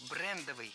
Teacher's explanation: В этом слове ставим ударение на первый слог «брендовый». Бренд – брендовый.